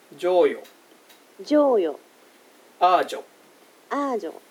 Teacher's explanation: 今やってるジュっていうのは破裂音ですね、はい、有声音ですね